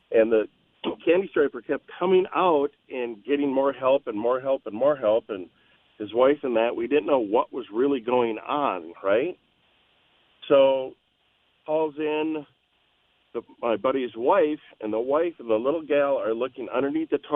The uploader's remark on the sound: Lets Take Some Calls. LIVE 2-7pm on 94.5 KS95!!